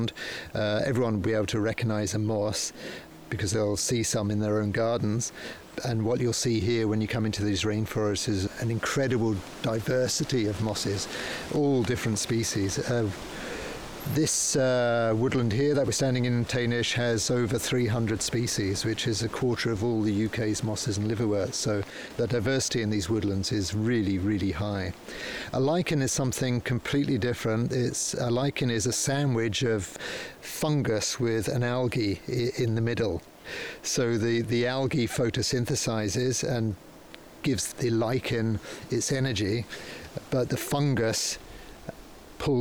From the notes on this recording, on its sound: Recorded on site at Tanish National Nature Reserve